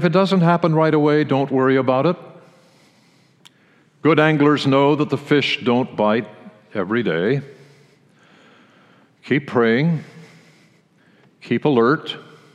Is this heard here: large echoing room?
yes